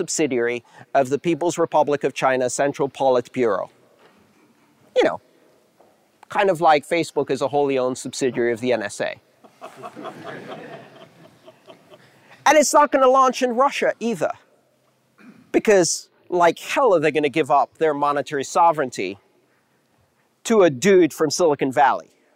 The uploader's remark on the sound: the live crowd and that guy with the great laugh about three quarters through